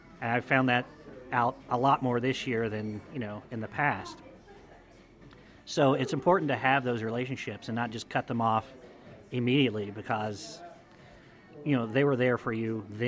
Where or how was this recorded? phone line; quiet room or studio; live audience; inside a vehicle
live audience